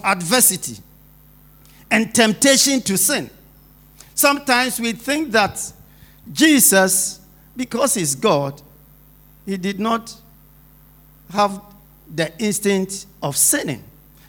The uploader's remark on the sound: Sermon preached at Shiashie Campus